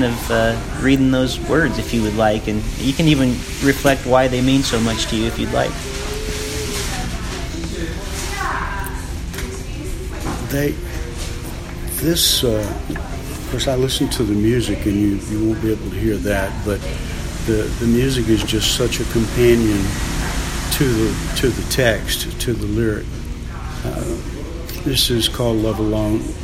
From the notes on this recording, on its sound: Recorded live at Parnassus Bookstore in Nashville Tennessee.